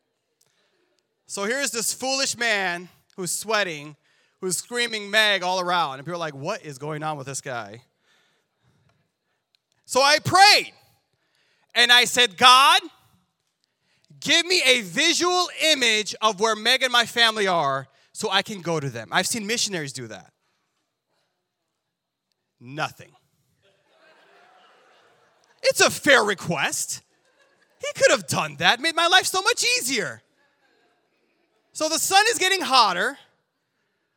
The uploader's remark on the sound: This sermon was recorded live on July 31st, 2022 at Newark United Pentecostal Church.